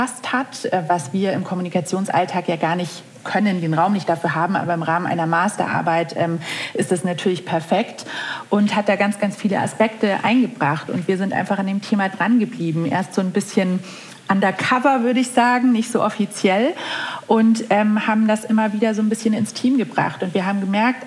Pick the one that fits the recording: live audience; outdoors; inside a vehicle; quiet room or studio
live audience